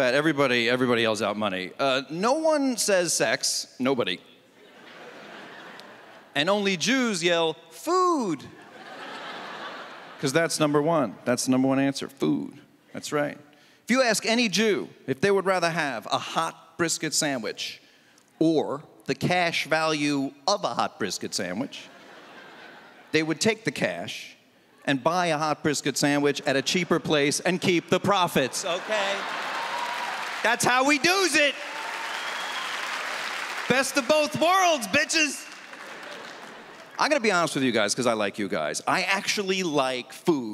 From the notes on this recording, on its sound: stand up from the Just For Laughs Festival in 2014